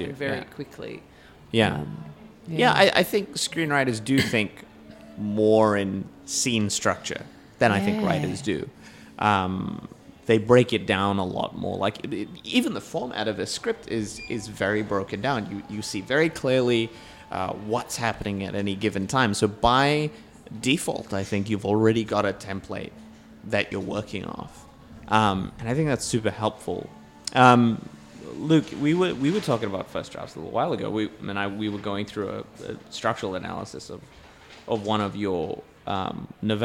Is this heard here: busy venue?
yes